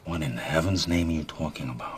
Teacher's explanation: He also gets a lot of nasality into the accent.